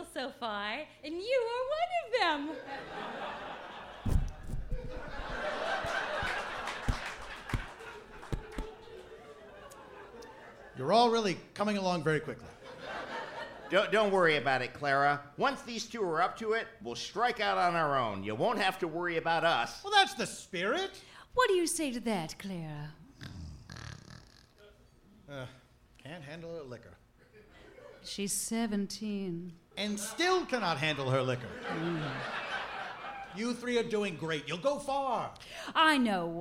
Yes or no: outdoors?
no